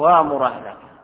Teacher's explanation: نبدل الهمزة حرف مد من جنس الفتحة وهو الألف · Term: الإبدال